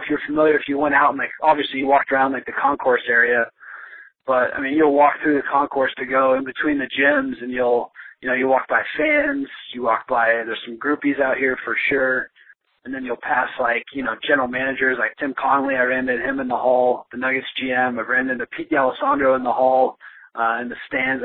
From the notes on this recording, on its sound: call in with a special report from the summer league in Vegas